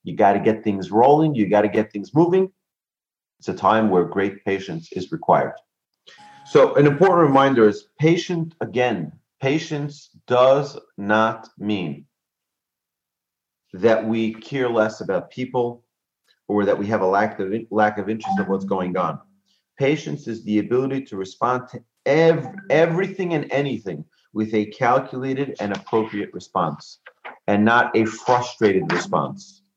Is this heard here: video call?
yes